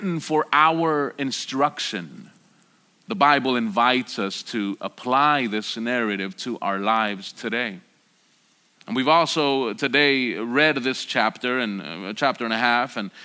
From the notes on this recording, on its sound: at Sojourn Galleria Church on Sunday, August 25, 2019